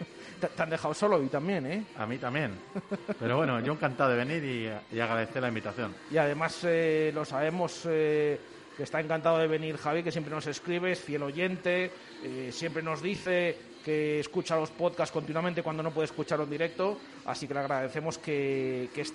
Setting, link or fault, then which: setting, busy venue